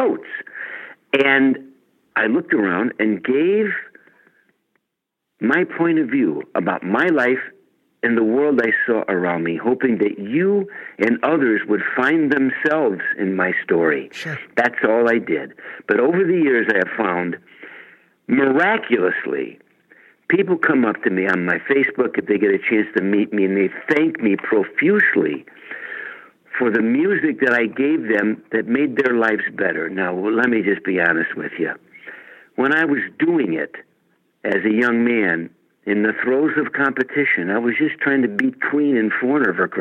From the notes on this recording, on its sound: called